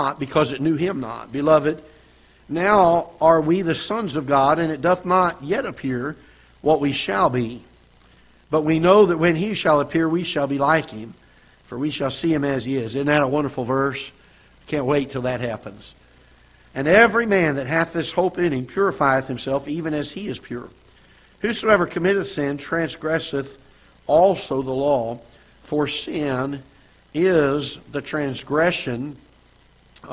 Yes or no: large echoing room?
yes